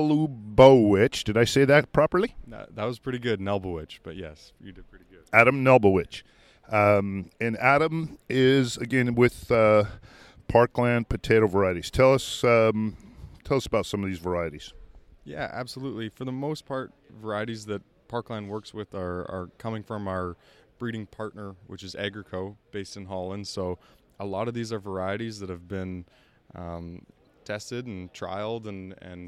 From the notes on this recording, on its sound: walks around the trade show floor of the Washington/Oregon Potato Conference